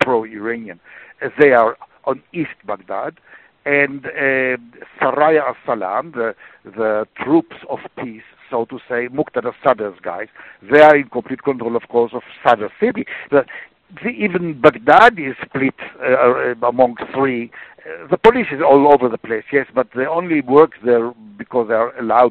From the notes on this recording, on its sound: Briefed the Middle East Forum on a conference call May 16, 2016.